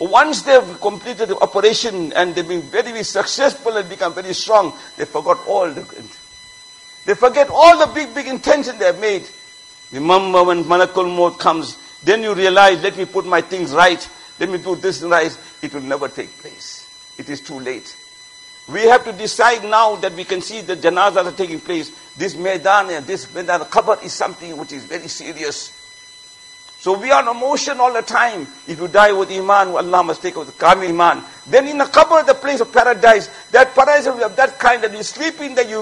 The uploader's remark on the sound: Jumuah Lecture at Masjid Mueenuddeen